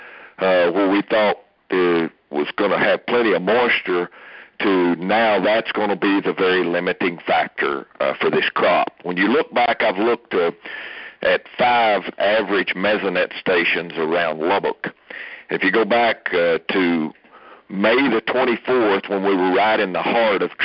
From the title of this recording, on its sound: Aug 2019 Monthly Conference Call